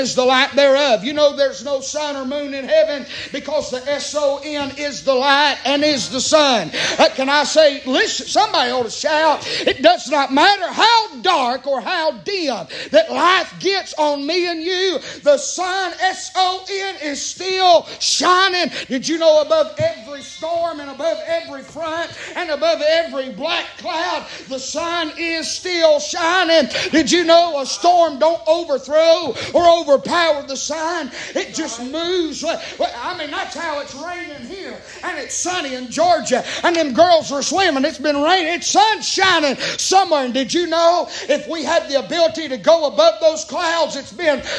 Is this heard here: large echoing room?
yes